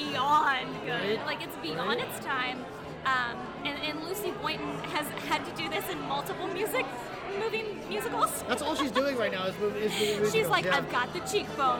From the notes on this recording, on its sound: This week's episode was recorded live at BroadwayCon in NYC.